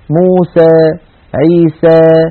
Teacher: كانت بعض القبائل العربية تستسهل ألا تفتح فمها فتحا كاملا عند نطق هذه الألفات، فيفتحونه ويخلطون هذا الصوت بشيء من الياء · Term: الإمالة